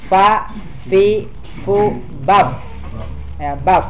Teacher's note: Jadi tidak bab, tidak rapat bibirnya, tapi terbuka sedikit sehingga ketika disukunkan atau dimatikan, enam napas tetap mengalir.